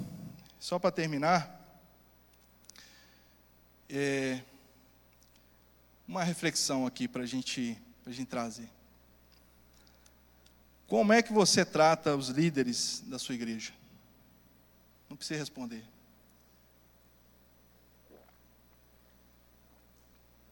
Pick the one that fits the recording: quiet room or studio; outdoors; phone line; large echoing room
large echoing room